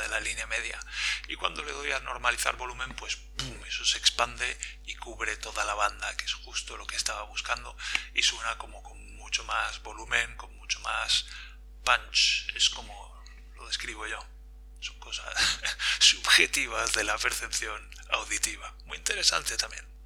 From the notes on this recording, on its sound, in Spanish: Lo siento por la calidad de la voz de este episodio que, por algún motivo, se ha grabado fatal.